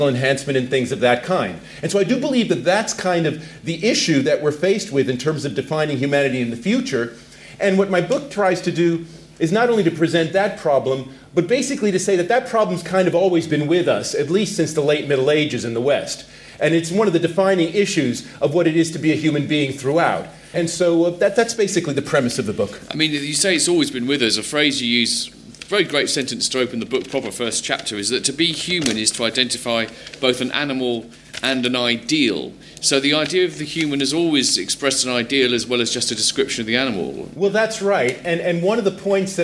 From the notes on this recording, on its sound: This podcast was recorded at Foyles bookshop in Bristol in association with the Bristol Festival of Ideas. This podcast was recorded at Foyles bookshop in Bristol in association with the Bristol Festival of Ideas .